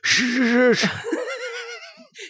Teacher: He's just trying to make an S sound, and it just sounds like an SH sound.